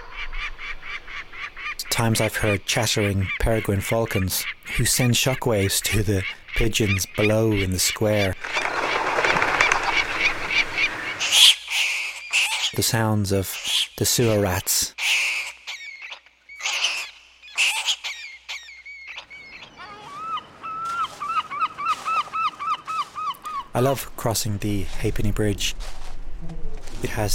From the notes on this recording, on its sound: Hidden Sounds of Temple Bar. Takes his microphones into Dublin City Centre and the Temple Bar area. (A short Irish documentary commissioned by Made In Temple Bar Festival).